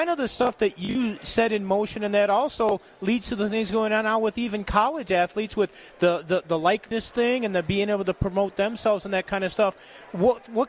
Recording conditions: busy venue